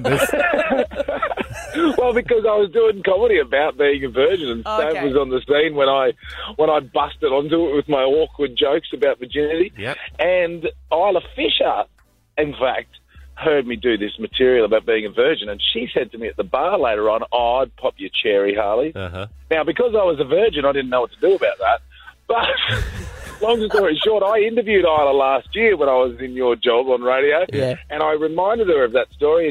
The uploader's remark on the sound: Called in for an exclusive chat. Got the lady caught up in the controversy on the line to clear the air!